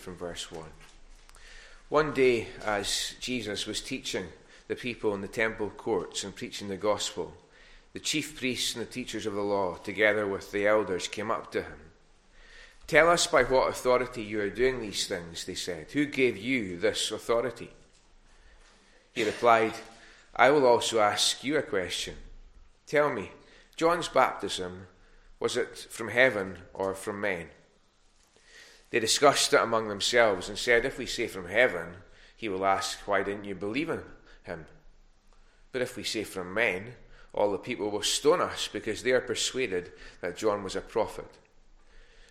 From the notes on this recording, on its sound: recorded at North Harris Free Church on the morning of Sunday 1st May 2022